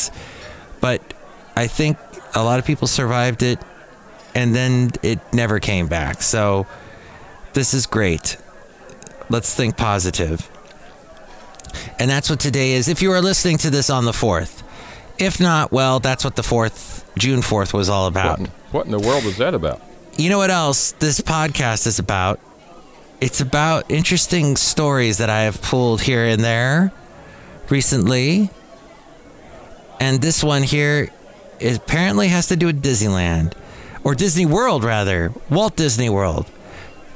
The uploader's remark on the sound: podcasts live from Café Anyway